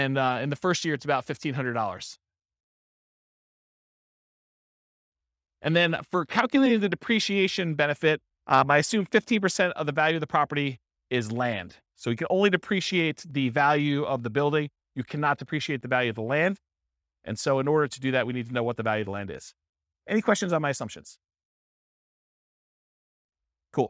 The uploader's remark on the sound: This was a live class recorded